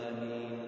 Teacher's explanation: ومر معنا أن التأمين يكون بالمد بالقصر آمين أو آمين من غير مد، يعني مد خفيف كما يسمى مد الطبيعي قد الحركتين آمين، أو بالمد آمين، وكلا الأمرين مشروع، لكن لا تشدد الميم، لا تشدد الميم، فإذا شددت فإنه يكون لحنا، لأن آمين بمعنى قاصدين، وليس هذا المراد.